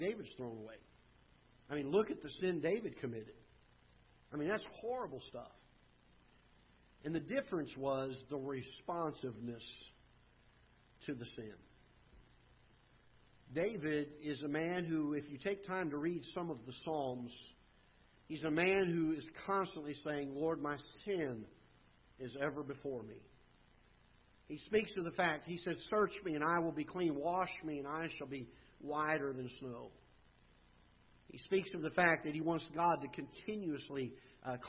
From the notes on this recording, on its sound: Ketha Heights Baptist Church ~ Live Broadcast.